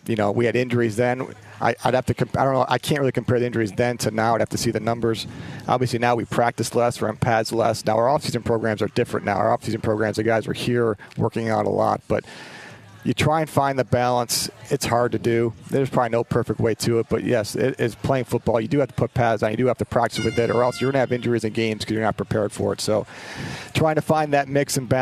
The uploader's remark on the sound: LIVE from Chargers training camp in Costa Mesa, CA